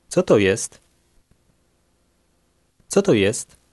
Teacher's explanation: The middle word is unstressed.